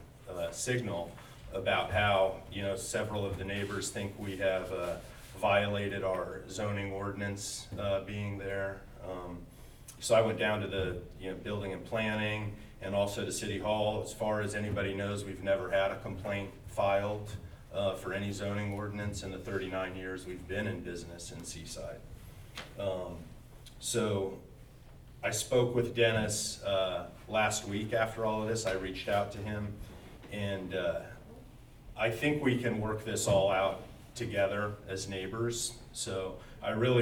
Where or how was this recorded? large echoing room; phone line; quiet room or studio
large echoing room